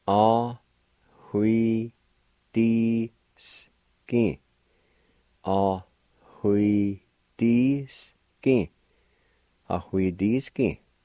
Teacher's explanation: there's a faint H sound between the A and W at the beginning of the word